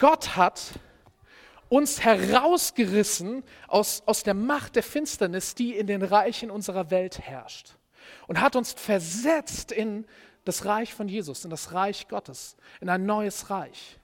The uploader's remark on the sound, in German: Predigt im Rahmen des GreifBar+ Gottesdienstes